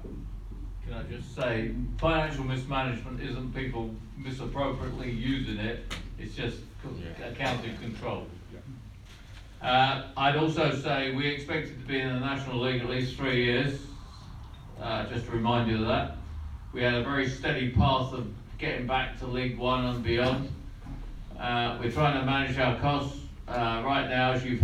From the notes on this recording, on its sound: This special Meet The Chairman Q&A was recorded in the 1881 Suite. Answered questions from a live audience of Leyton Orient fans.